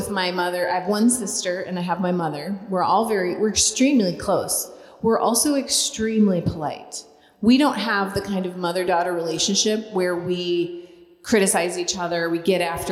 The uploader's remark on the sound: LIVE at the Living in Conference. The women's conference was a huge success.